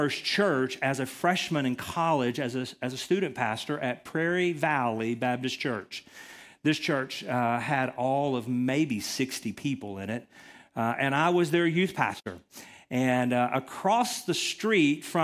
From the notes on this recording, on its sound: Recorded from the LifePoint Church Riverdale Campus in Murfreesboro, TN.